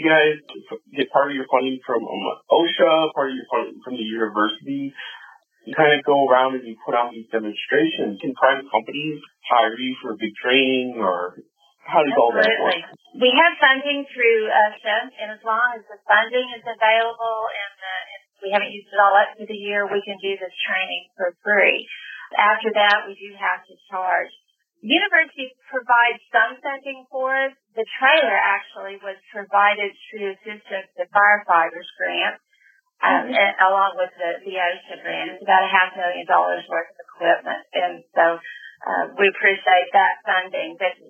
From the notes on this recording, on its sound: The audio is a little rough